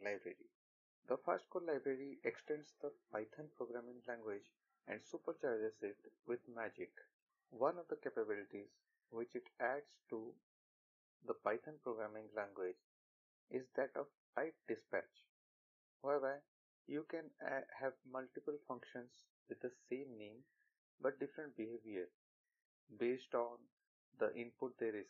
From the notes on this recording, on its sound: Apologies for the audio quality of this episode. Due to some reasons I am not bale to record at my original place and on top of it I am still not able to procure quality recording equipment due to budget constraints.